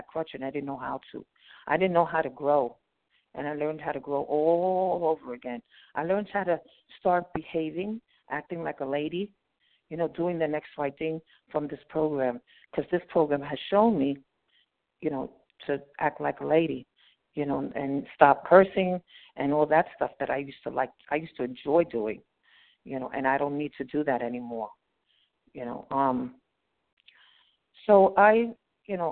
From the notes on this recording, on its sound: from the 100 Pounders Phone Meeting